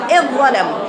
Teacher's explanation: يبقى اثر الذال مش موجود ابدا، يعني دخلت داخل الظاء، الظاء اكبر · Term: ادغام